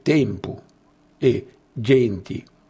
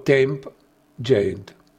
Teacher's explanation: la mancata scomparsa della vocale non accentata nell'ultima sillaba della parola · Shown in: first take · per cui il legnanese bustocco dice tempu e genti, dove i milanesi dicono temp, gent.